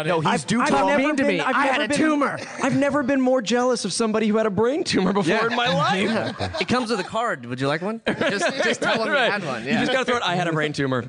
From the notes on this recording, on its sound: LIVE from Los Angeles at Stan Lee's Comikaze 2015